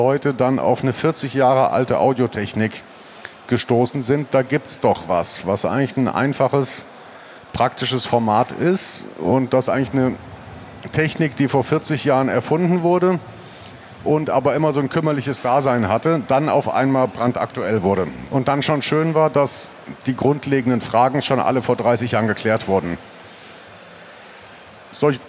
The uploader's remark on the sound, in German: Live Diskussionsrunde von der Studioszene 2019. Während der Studioszene 2019 in einer hochkarätigen Runde von Mikrofonspezialisten.